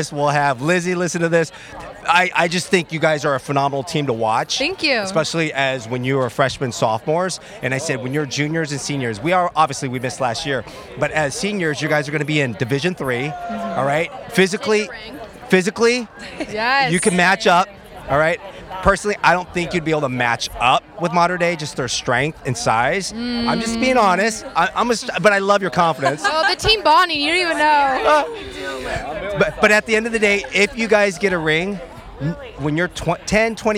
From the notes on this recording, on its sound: Remote from the campus of Newport Harbor High School. A remote podcast from a recent Regional Admission California Counselor College Fair on the campus of Newport Harbor High School in Southern California. This was "live" on campus at the time and remote during the RACC College Fair.